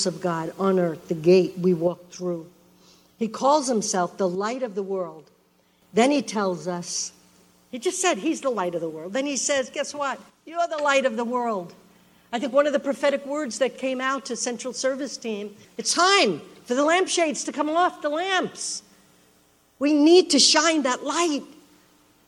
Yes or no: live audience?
yes